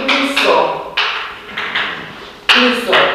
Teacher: Și S-ul se păstrează, deși este între două vocale. · Term: S-ul de viitor